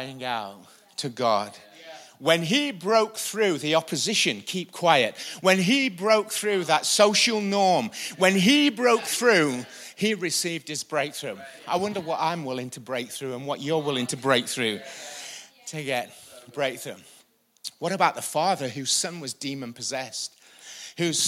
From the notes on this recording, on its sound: Recorded live at the Chesterfield Campus this is the message from the evening service on the 1st December 19.